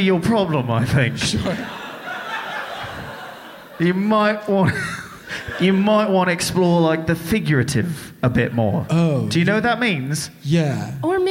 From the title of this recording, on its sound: Live from Dynasty Typewriter